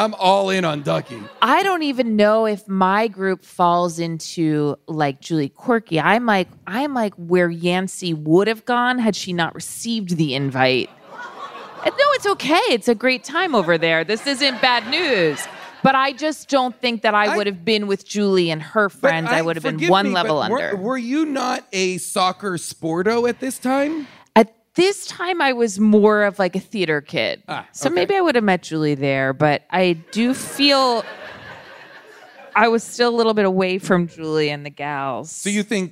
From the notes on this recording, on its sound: Sleepover LIVE! Recorded LIVE on June 15th, 2023 from Largo in Los Angeles.